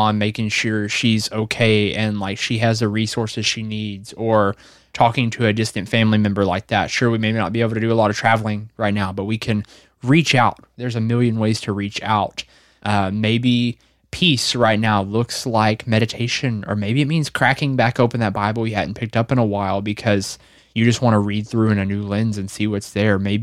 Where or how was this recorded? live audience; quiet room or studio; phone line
quiet room or studio